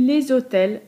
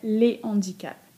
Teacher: Mówimy le handicap, rodzajnik się nie skraca, a w liczbie mnogiej mamy le handicap, s w rodzajniku się nie udźwięcznia · Shown in: second take · Term: h aspiré